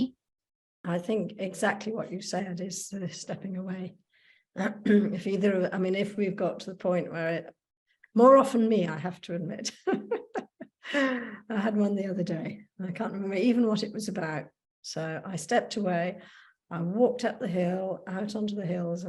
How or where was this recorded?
video call